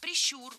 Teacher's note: Ударение в этом слове ставим на второй слог. Да там его и оставляем во всех формах.